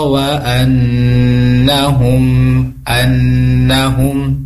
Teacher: Nah, ada gunnah dari musyaddad bi gunnah, ada gunnah dari mim bertemu dengan mim, disebut dengan idgham mimi atau idgham mutamatsilain